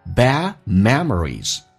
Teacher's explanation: Bad 字的 D 去掉，这叫略音